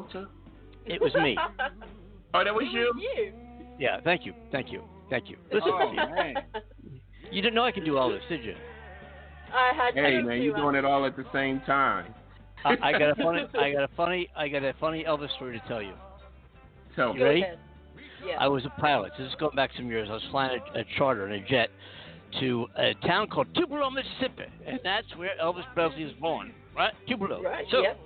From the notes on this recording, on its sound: The only live call in talk show in the world co-hosted simultanioulsy aroud the globe.